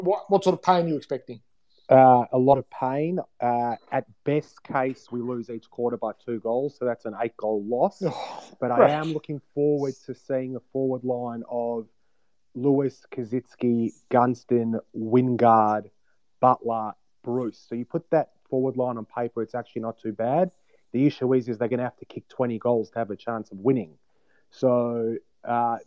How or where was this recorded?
video call